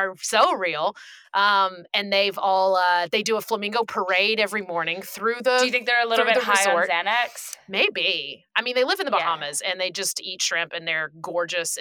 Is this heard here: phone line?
no